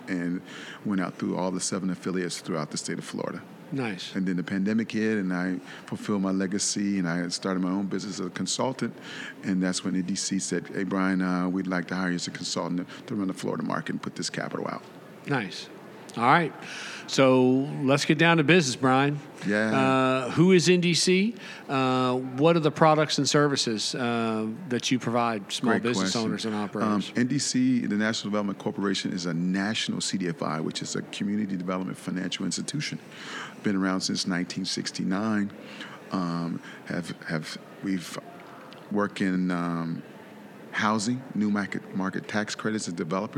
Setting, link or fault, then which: setting, busy venue